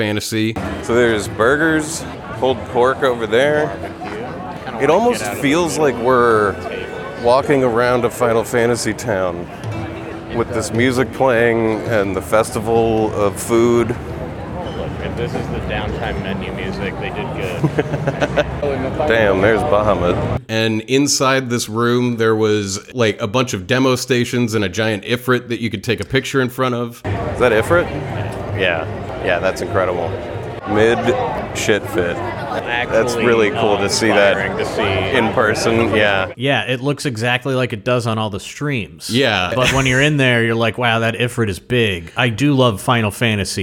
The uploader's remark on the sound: We got the chance to attend the FFXVI prelaunch celebration fan event, and brought along our recorder!